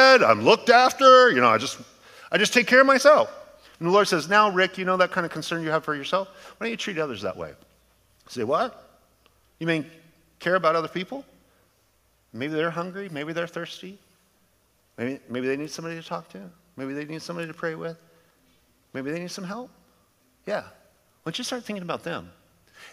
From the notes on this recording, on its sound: a sermon delivered as part of The Beginning and The End Series at Godspeak Calvary Chapel in Newbury Park, California on July 29, 2023